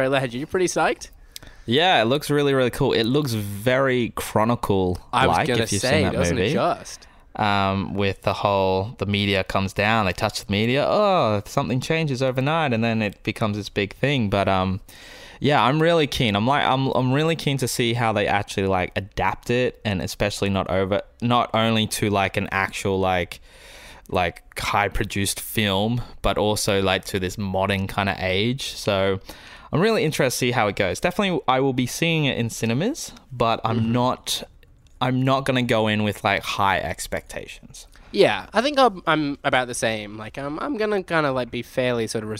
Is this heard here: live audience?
no